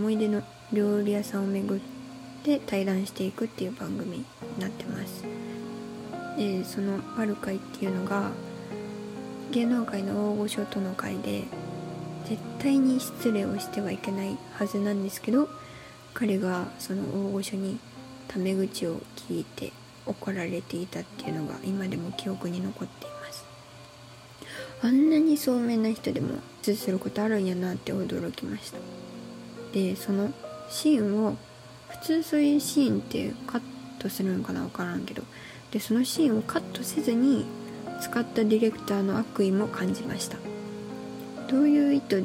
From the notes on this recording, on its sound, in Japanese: マイク買ってみたんですが、まだ調整上手く出来てなくて雑音うるさいです